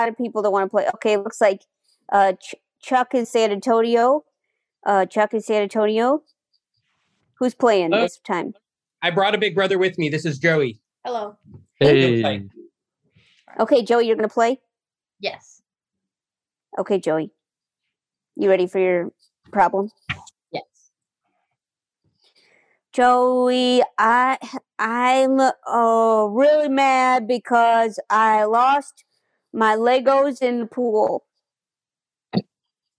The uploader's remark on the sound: Play listener-created games with callers via Zoom!